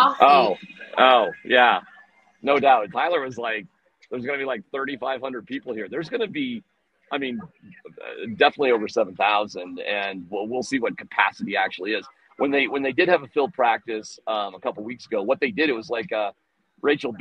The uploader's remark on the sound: The Cowboys are in town! Live from UC Health Training Center as the joint practice gets rolling!